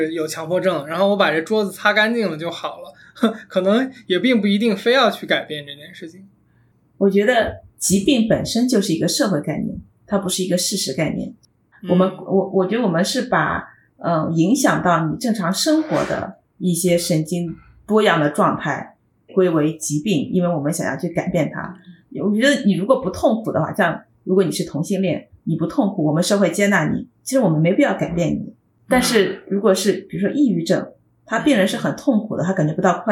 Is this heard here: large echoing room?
no